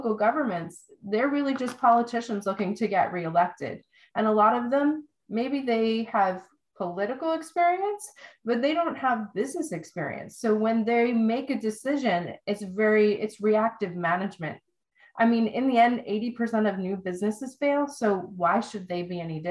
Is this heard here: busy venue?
no